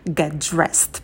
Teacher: Звук «т» в слове «get» мы можем не произносить, потому что у нас на стыке много согласных. Можно сказать просто «get dressed».